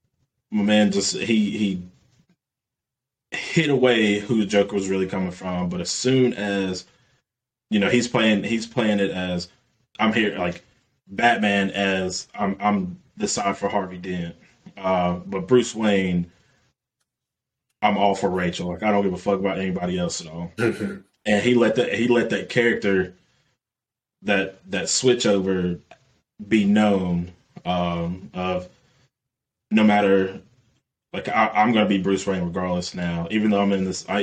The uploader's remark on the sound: Apologies for the audio, we're still a work in progress and we WILL get better!!